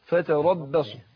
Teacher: احرص على ترقيق الباء وما تاثرش الراء على الباء